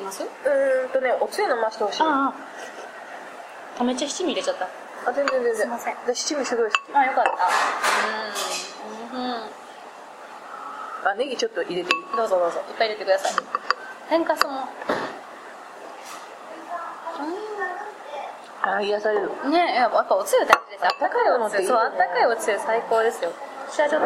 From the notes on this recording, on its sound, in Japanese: 長崎、熊本旅行ラスト 空港編。未公開の理由は、「多方面にわたって酷い」主に音質やらなにやら。